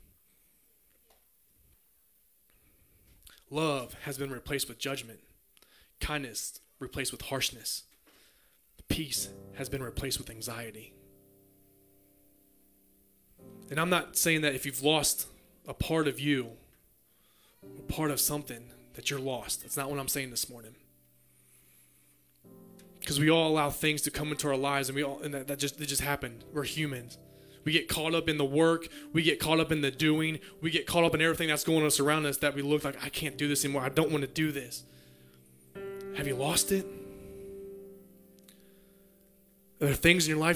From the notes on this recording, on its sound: Message preached at Near Church in Bowing Green Kentucky.